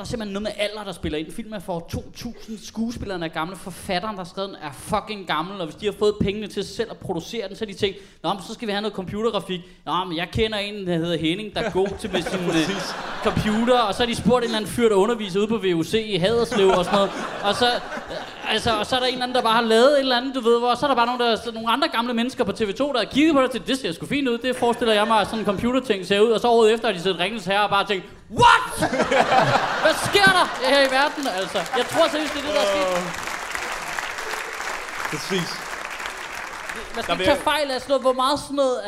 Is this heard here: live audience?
yes